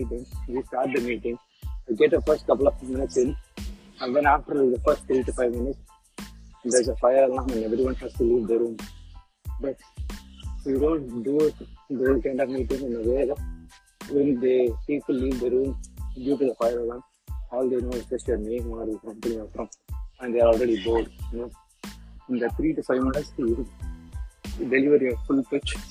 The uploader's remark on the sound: Sorry for the bad audio